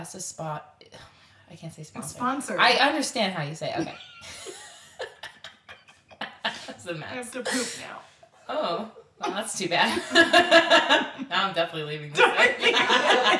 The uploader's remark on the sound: Featuring some jacked audio because we tried to be fancy with a new microphone.